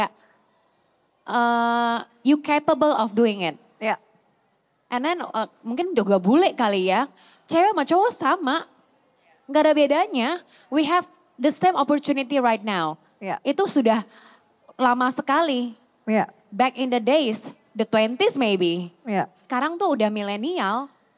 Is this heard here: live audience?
yes